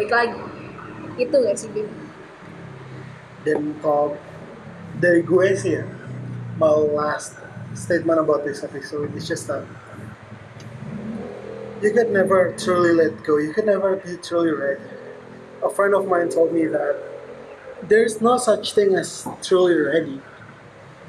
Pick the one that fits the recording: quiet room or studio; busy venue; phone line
busy venue